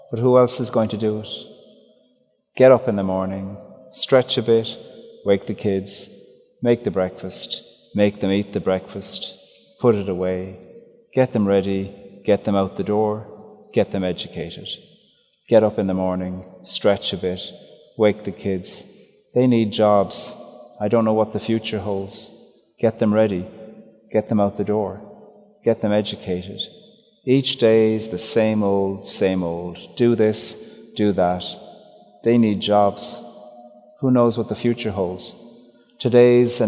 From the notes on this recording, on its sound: Live at the cathedral. In St John's Cathedral for a live recording of this conversation.